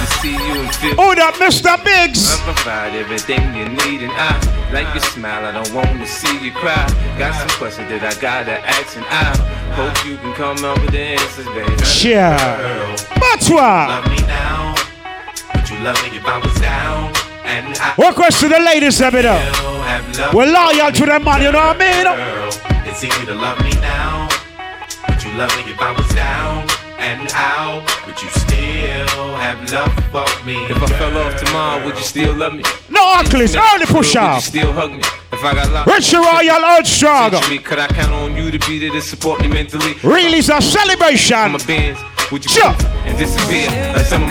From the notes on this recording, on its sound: POP UP DANCEHALL | LIVE AUDIO 2021